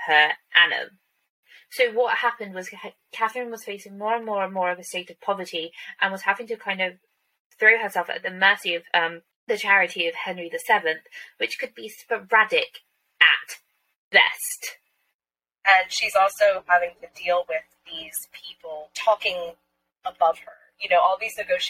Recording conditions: poor sound quality